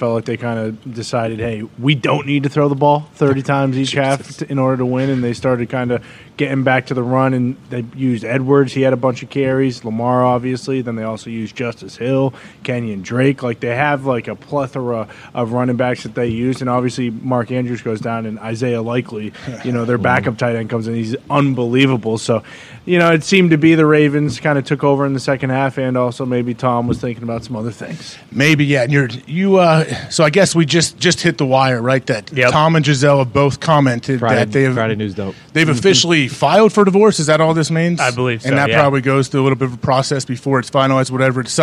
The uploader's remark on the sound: live from the set of College GameDay in Jackson, Mississippi